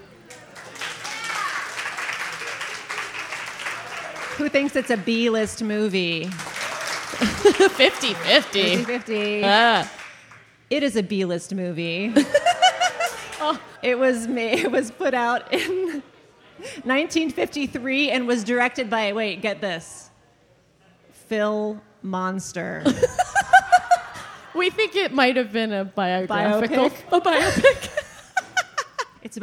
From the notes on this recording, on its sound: LIVE! From AVS/IVS Festival 2022. This episode was recorded live at The Loft in Columbus, SC, just a stone's throw from Columbus State University. It was part of the late night cafe events for the American Viola Society Festival/International Viola Congress which was held in June of 2022, and features a live studio audience, fabulous “game-show” contestants and even a guest host.